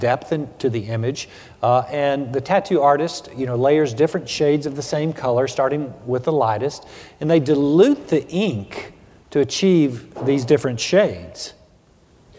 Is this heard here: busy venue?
yes